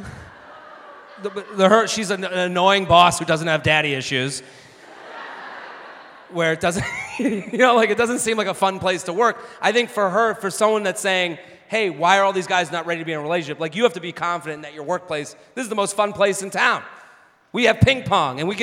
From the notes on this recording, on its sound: Live At Sixth & I. Recorded live at Sixth And I in Washington, DC.